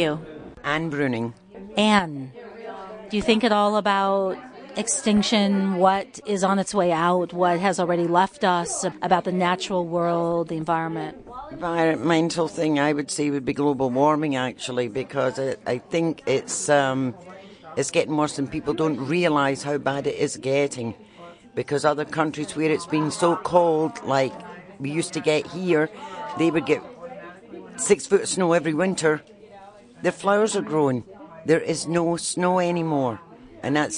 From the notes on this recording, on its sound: Trailer Talk is combination live performance, community event and radio broadcast based in the New York's Catskills region.